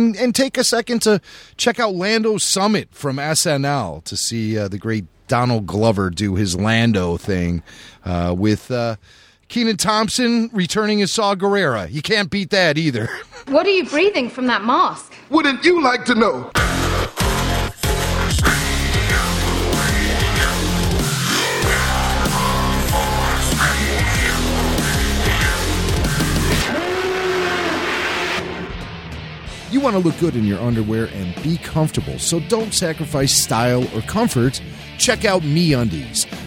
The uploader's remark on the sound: Full report from the world premiere for SOLO: A STAR WARS STORY with audio highlights from the red carpet with the cast and crew.